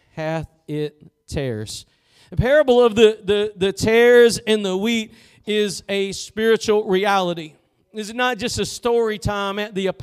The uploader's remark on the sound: Preached at Gospel Lighthouse in Bossier City, La.